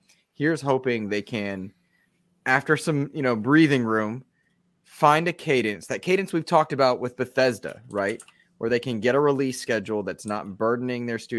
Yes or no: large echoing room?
no